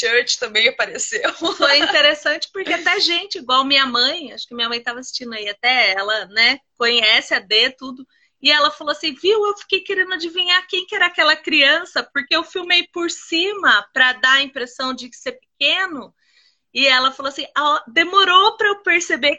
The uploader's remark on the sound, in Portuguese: Live ocorrida no Instagram